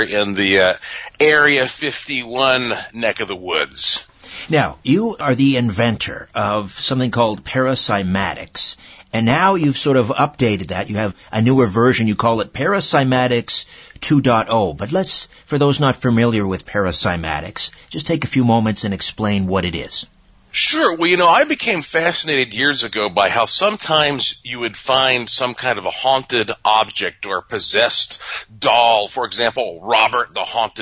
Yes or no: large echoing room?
no